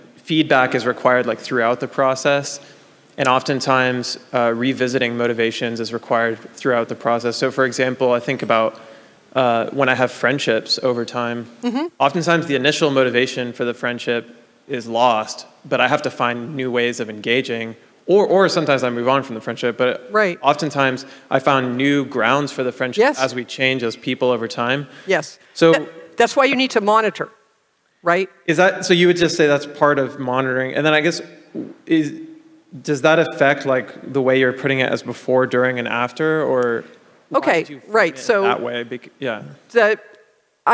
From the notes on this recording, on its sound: Recorded at OCON on Saturday, July 1, 2023, in Miami, Florida.